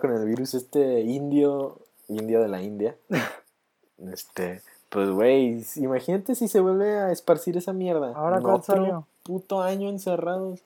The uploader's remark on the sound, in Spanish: El contenido es mucho mejor que el audio.